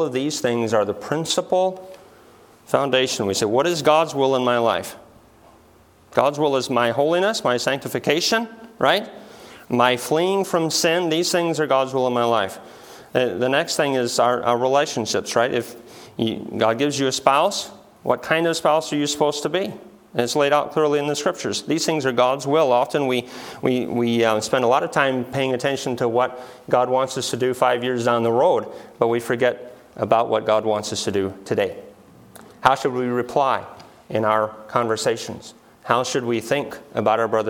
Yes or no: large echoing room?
yes